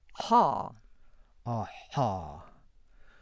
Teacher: Then the epiglottal fricatives, articulated by making a constriction between the epiglottis and the wall of the pharynx. First, the voiceless epiglottal fricative